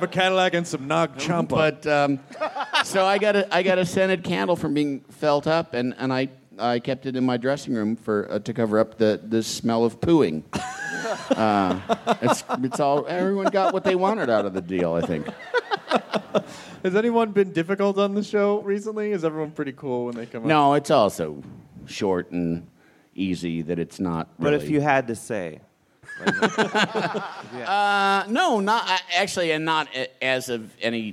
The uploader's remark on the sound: It's the fun filled live show from the Nokia Theater in downtown Los Angeles!